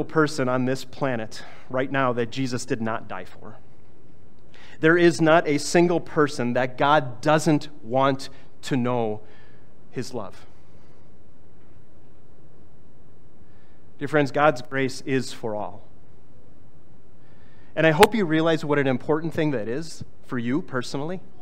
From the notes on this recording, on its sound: was preached on August 20, 2023